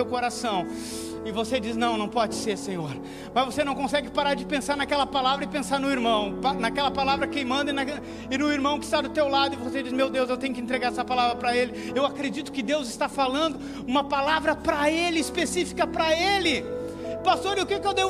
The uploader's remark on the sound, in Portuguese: Em nosso Culto de Celebração. Na Igreja ABA Blumenau (Transmitido ao vivo).